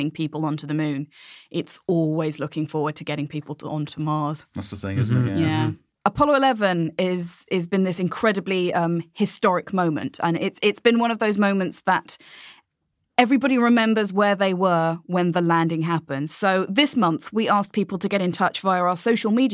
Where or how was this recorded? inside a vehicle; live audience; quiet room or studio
quiet room or studio